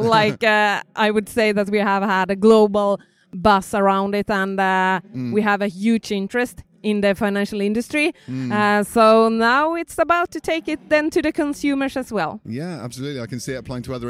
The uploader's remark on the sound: Slush 2019, Helsinki, Finland. At the Slush 2019 tech conference in Helsinki, Finland.